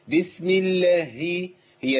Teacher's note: حضرتك بتضغطي على مخرج الهاء فبتجيبي هاء ساكنه قبل المتحركه